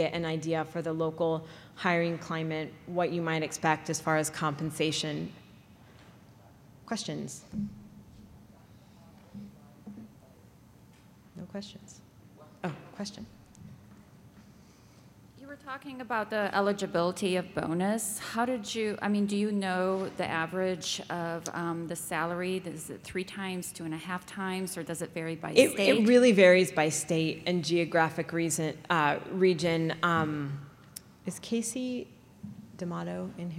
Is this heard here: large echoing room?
yes